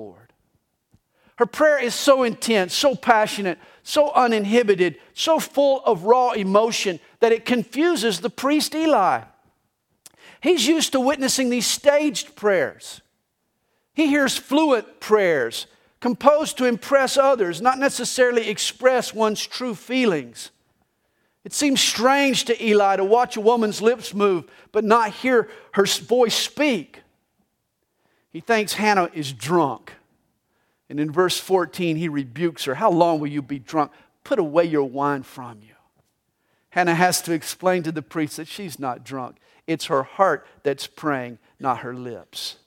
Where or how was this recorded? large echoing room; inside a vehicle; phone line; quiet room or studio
large echoing room